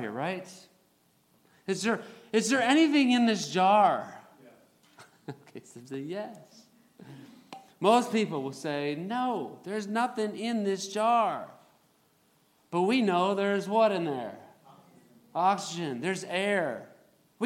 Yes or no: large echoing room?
yes